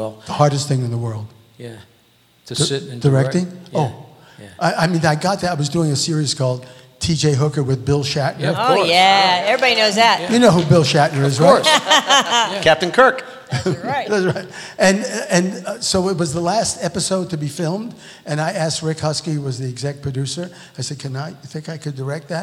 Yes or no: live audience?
yes